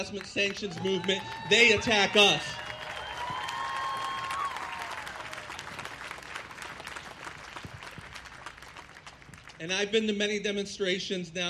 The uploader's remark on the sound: On this hot Saturday afternoon. The live event had ASL interpretation.